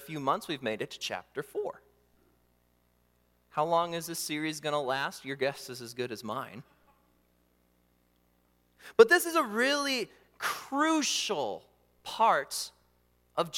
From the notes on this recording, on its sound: during the Morning Worship Service on Sunday, October 22, 2023, at Calvary Baptist Church in Battle Creek, Michigan